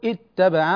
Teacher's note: وإذا ابتدأنا بكلمة اتبع التي بعد ثم، وهذا يعني يكون للاختبار، نقول اتبع بكسر الهمزة